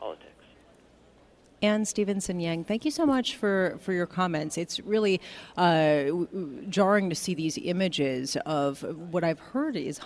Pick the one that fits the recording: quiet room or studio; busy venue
busy venue